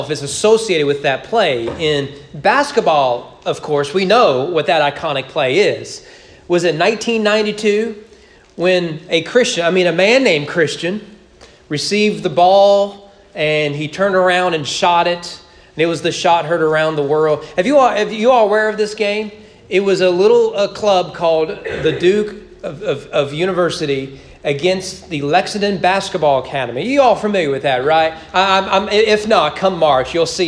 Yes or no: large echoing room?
yes